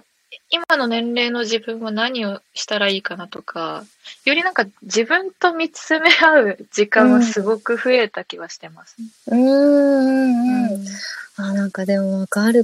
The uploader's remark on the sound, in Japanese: リアルに深夜11:30にリモート会議で収録。